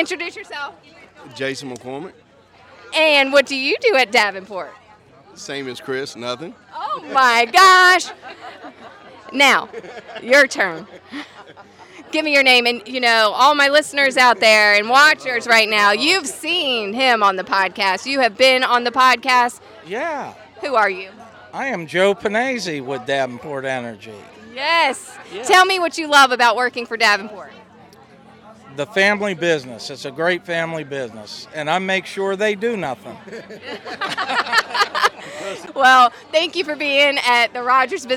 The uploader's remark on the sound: Live at Business After Hours. Reports live from a Rogers Heating & Cooling business after hours event. Interviewing some of South Boston’s business owners and professionals.